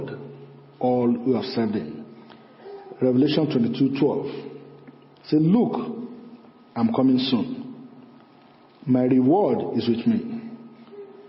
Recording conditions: large echoing room